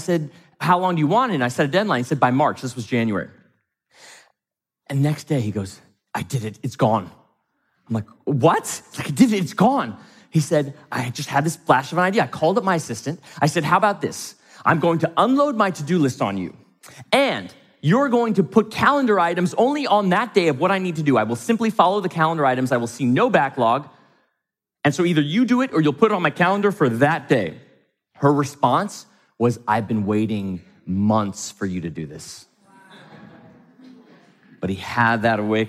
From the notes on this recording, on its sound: from the stage of Mindvalley’s A-Fest